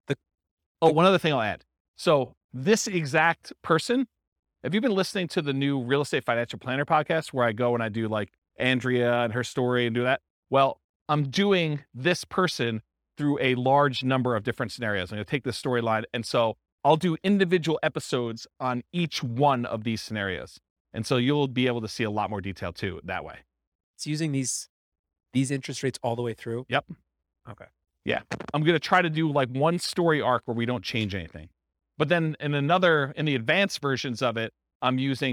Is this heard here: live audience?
yes